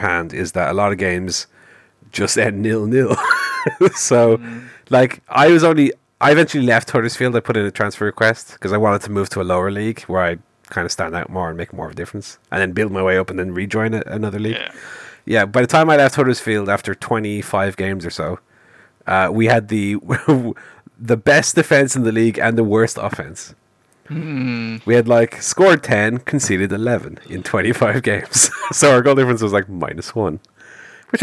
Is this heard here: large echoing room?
no